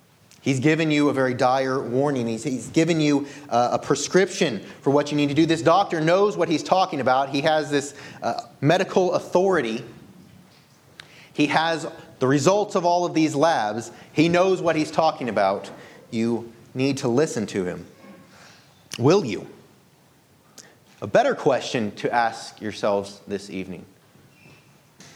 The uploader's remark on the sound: This sermon was delivered on March 19, 2023 at Antioch Presbyterian Church. At Antioch Presbyterian Church, a mission work of Calvary Presbytery of the Presbyterian Church in America located in Woodruff, South Carolina.